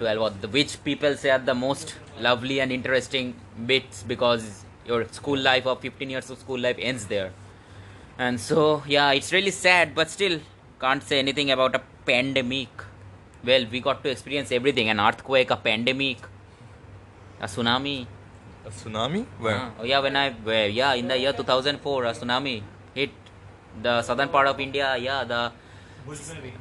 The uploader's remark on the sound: Nevermind the background noises *cough.